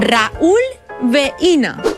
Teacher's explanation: En el diftong decreixent I-U, la dièresi significa que tenim un iat i que, per tant, es llegen en síl·labes diferents